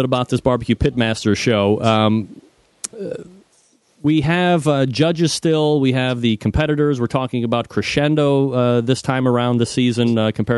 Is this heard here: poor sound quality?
no